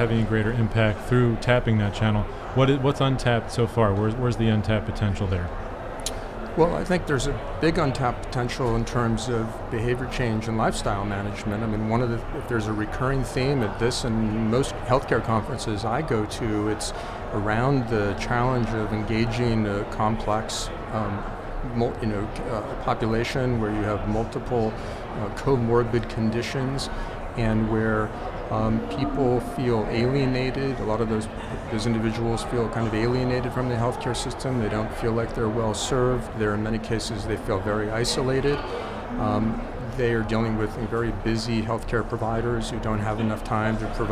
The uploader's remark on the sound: recorded at HLTH in Las Vegas